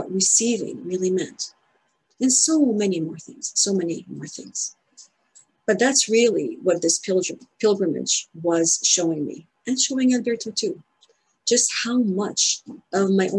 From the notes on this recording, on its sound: In this Zoom presentation to the Cathedral Labyrinth Guild. In this Zoom presentation to the Cathedral Labyrinth Guild.